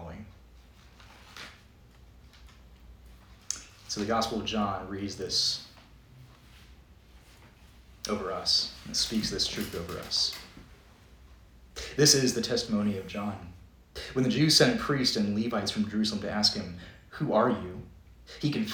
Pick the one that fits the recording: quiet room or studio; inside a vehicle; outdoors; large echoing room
large echoing room